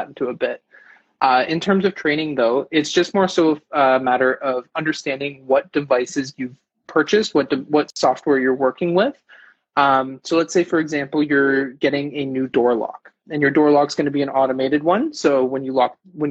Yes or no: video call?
yes